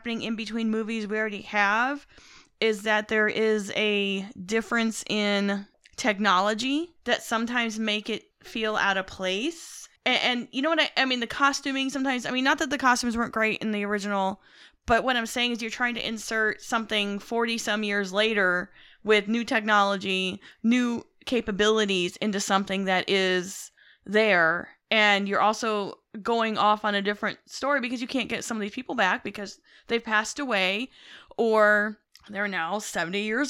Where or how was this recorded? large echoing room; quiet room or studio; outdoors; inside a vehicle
quiet room or studio